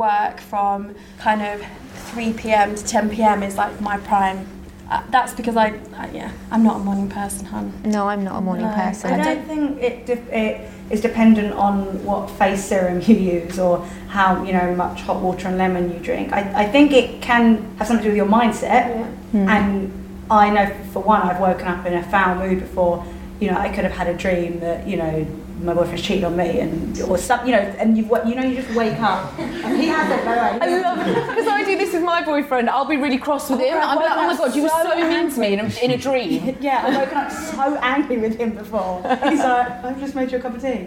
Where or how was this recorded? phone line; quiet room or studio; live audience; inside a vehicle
live audience